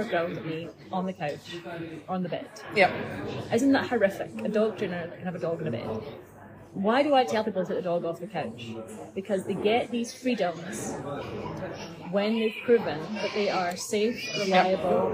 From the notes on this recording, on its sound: Please note there is a bit more noise than usual on the first part of this podcast - sorry! These episodes are recorded chats in Starbucks so may have more background noise than a usual podcast.